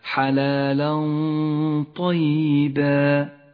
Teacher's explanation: الغنة والآن انتبه لغنة الإخفاء المفخمة في قوله تعالى حلالا طيبا فخمت الغنة هنا لأن حرف الطاء حرف مفخم والغنة تتبع ما بعدها في الترقيق والتفخيم